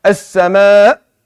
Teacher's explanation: There's no breath. There's no sound. The hamza cuts everything at the end of it.